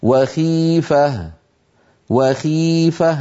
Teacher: لاحظوا بأن صوت الخاء أيضا ليس فيه تفخيم شديد لأنها مكسورة